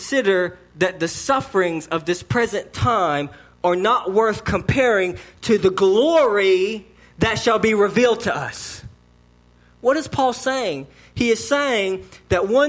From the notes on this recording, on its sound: sermon delivered to Cottondale Baptist Church on Easter Sunday, 4/21/19 AM.